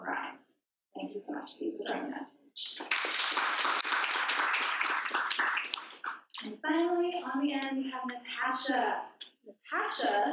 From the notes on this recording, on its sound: In A Sequoia hosted a panel conversation on Mental Health and Entrepreneurship. In front of a crowd of about 50 current and future entrepreneurs, and recorded it - LIVE.